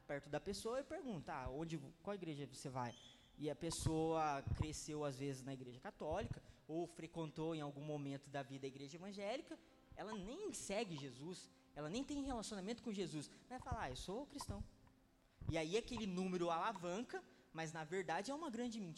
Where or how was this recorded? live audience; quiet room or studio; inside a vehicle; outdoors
live audience